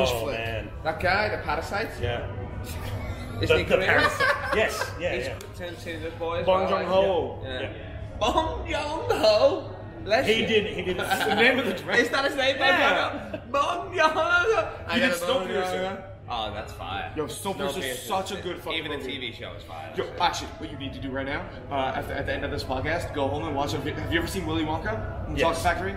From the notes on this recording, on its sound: Live from Fringeworld. Courtside Karens in Perth.